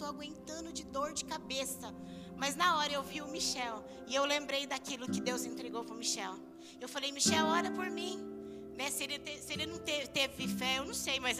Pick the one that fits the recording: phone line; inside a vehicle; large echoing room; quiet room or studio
large echoing room